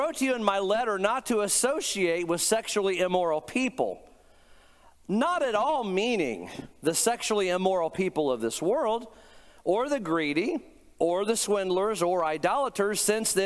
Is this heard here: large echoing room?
yes